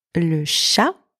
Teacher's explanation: don't pronounce the T at the end